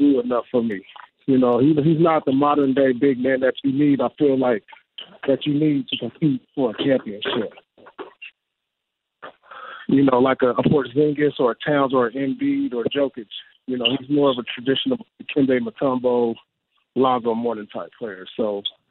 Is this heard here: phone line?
yes